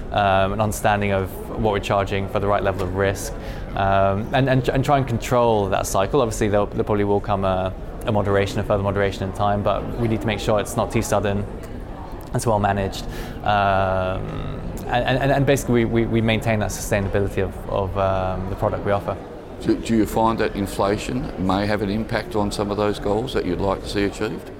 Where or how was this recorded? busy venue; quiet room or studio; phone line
busy venue